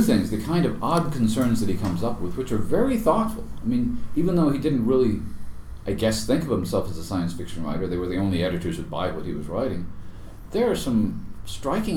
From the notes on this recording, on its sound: in a rare quiet moment at the Brighton World Fantasy Convention